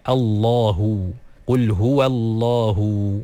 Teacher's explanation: Letakkan lidah pada lelangit kita dan tebalkan dia. · Term: ditebalkan